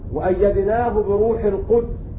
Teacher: ابن كثير قرأ بسكون الدال في قوله تعالى: القدس